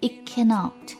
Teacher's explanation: 这个 t 跟 k 相连哈 It cannot it 的 t 失去爆破